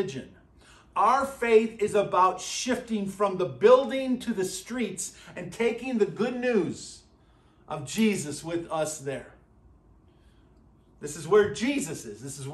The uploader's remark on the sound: at Burlington Christian Church on January 21st, 2024.